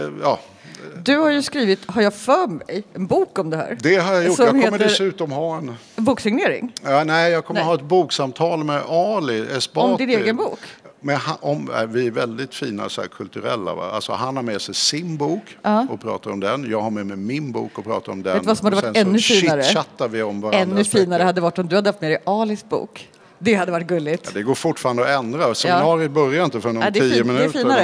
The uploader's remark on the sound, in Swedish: Live inför publik på Vänsterdagarna på mässan i Göteborg.